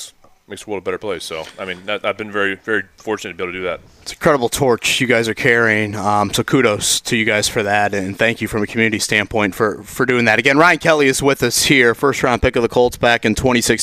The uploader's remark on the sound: LIVE AT COLTS TRAINING CAMP!